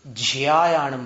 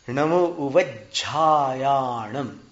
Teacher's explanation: और फिर हमने ये पाया है कि बहुत सारे जैनी बंधु उवज्जायाणम बोलते हैं, लेकिन झ में य नहीं मिलाना, सीधा झा बोलना है · Shown in: second take · झापड़ का झा।